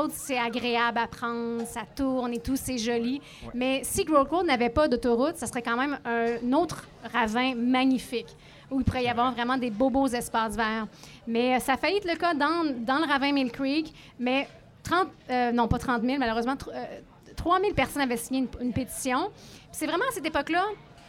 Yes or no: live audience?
yes